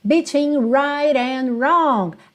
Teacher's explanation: Esse R está no começo da palavra, então ele vai sim vir enrolado, mesmo no inglês britânico